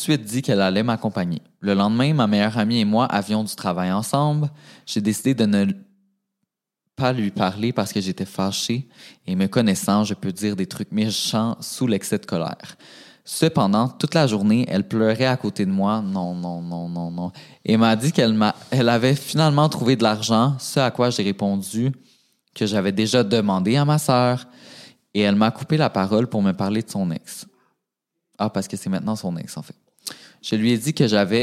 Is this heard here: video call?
no